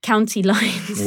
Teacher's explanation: emphasis on the first syllable there